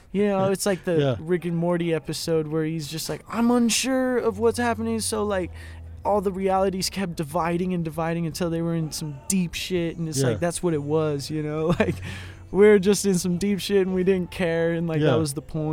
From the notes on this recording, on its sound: BACK IN THE VAN IN THE BRUE HAUS DRIVEWAY! Recorded during Ogden's First Friday Art Stroll.